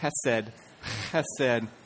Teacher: the first letter is a guttural, it's called, and so you have to really get deep into your throat